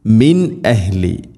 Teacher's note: ഇവിടെ സാക്കിന നൂനിന് ശേഷം ഹംസ വന്നാൽ ഇസ്ഹാർ ചെയ്യണം. നൂനിനെ വെളിവാക്കി ഉച്ചരിക്കണം, മണിക്കരുത്.